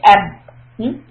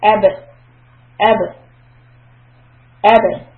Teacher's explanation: That means what you do is alif and ba, a. And then for the ba, you shut the lips together like ab. A and ba makes ab. But then you open it again.